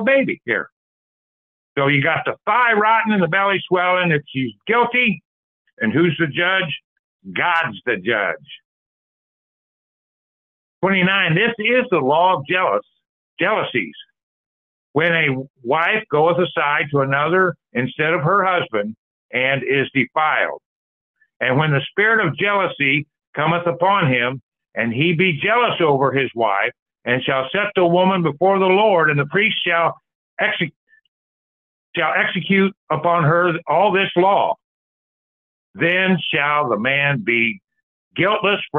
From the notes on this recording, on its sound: Call In Bible Study